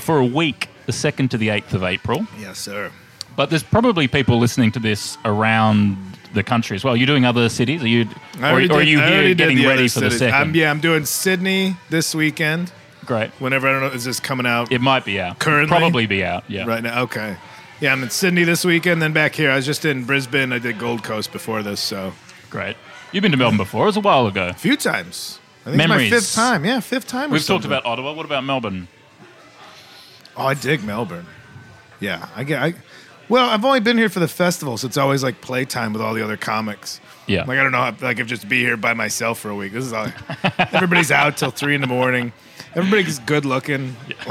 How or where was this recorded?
busy venue